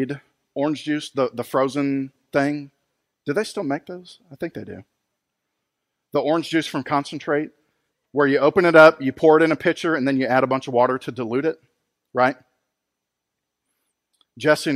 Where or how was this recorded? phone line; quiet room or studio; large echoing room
large echoing room